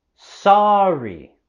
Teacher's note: Queremos subir la voz y entonación en la primera sílaba de sorry.